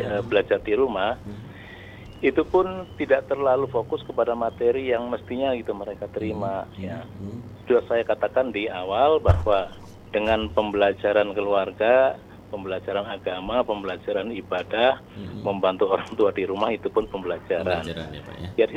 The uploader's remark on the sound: by Phone